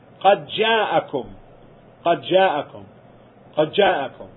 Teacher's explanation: the contraction of the letter ad-dal with the letter jim · Term: idgham